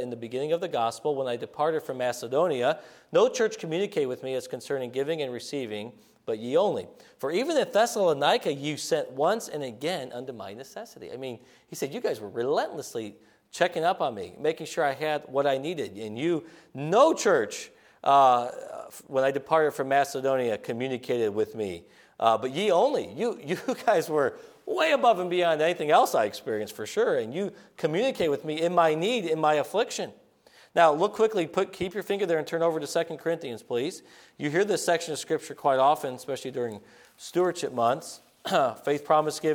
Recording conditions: large echoing room